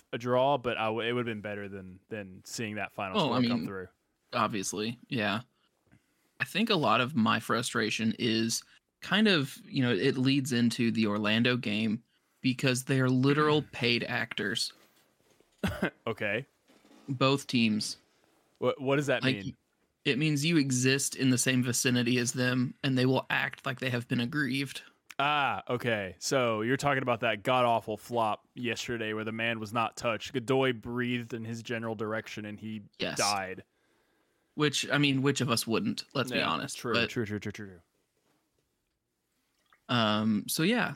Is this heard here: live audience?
no